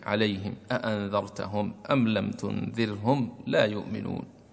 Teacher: فباقي القراء كلهم قرأوه بالإسكان، قرأوا ميم الجمع بالإسكان